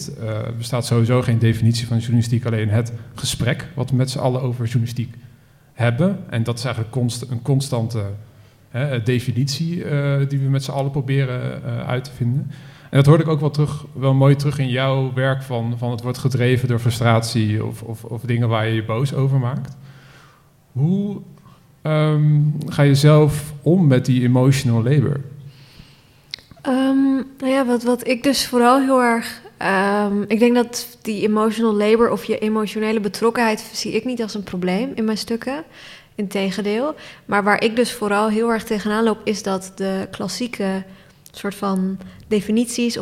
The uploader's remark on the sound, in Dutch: live-opname van de podcast tijdens het Festival van de Journalistiek 2023